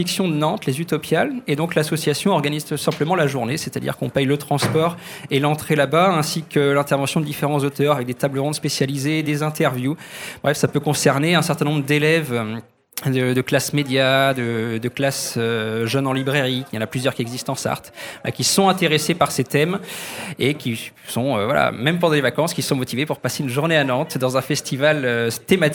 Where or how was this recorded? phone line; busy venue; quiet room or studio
busy venue